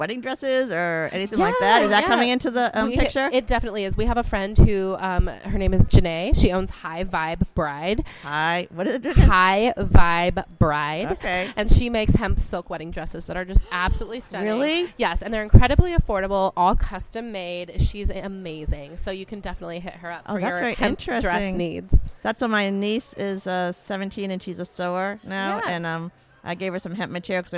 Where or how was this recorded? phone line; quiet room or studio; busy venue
busy venue